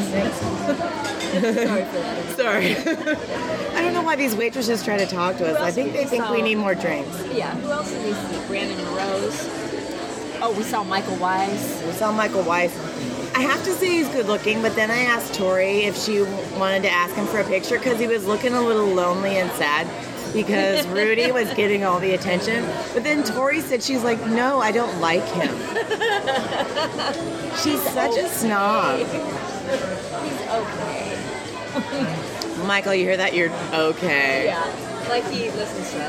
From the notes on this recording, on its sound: If we’re a little hard to hear, it’s because we’re podcasting from the McCormick &#38; Schmick’s across from the Fairmont Hotel, and we’re not going to let a little thing like room noise get in the way. Nationals in San Jose, California. If we’re a little hard to hear, it’s because we’re podcasting from the McCormick & Schmick’s across from the Fairmont Hotel, and we’re not going to let a little thing like room noise get in the way.